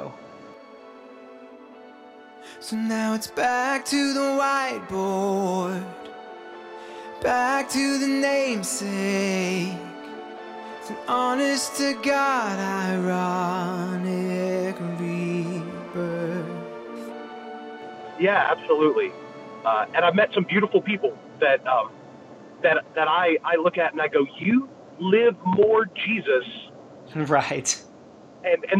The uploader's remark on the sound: THE SONG ITSELF ALSO PROVIDES THE ENTIRE MUSICAL AND SONIC BACKDROP TO ANY PHONE CALLS AND CORRESPONDENCE WE ARE FEATURING THIS WEEK.